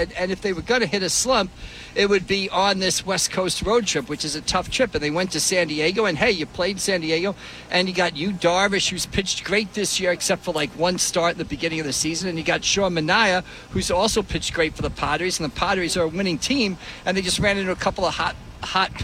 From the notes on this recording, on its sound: the full show live at the Shoprite LPGA Classic